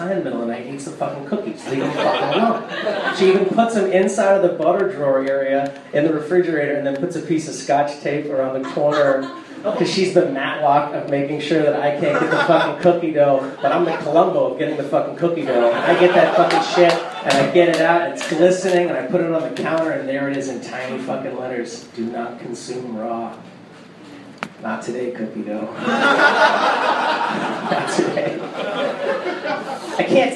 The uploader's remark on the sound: Live comedy included from The Velveeta Room and also Sure Thing in ATX. Other than that, the usual, me yelling into a microphone.